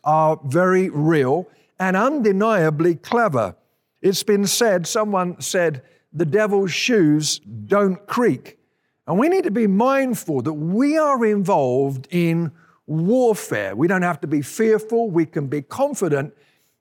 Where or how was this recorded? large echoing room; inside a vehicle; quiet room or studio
large echoing room